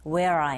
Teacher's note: I는 강세를 받지 않기 때문에 그냥 where I 하시면 되고요.